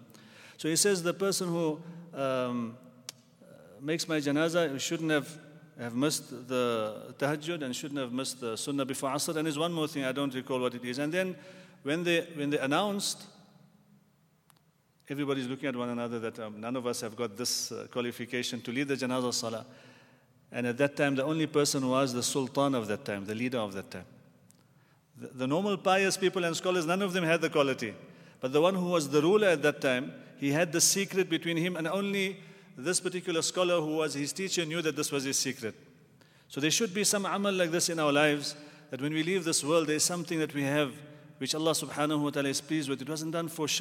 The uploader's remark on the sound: at the Houghton Masjid (West Street)